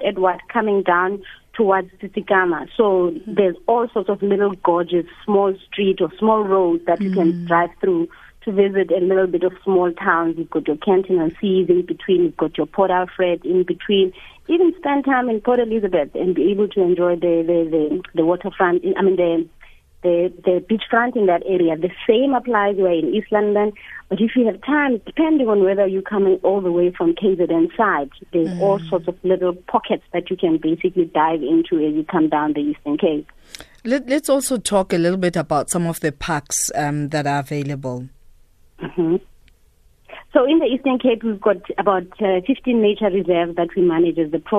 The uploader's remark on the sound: GUEST (phone).